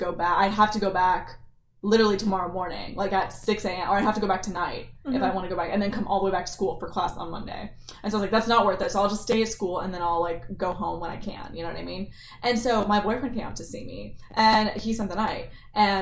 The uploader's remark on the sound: If you hear microphone issues.